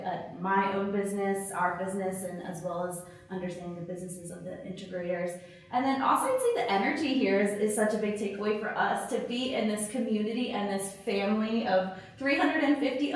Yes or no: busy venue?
yes